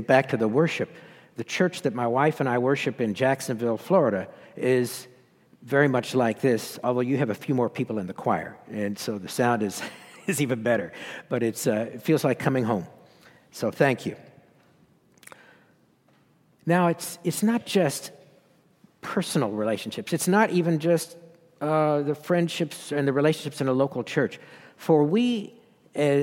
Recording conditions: live audience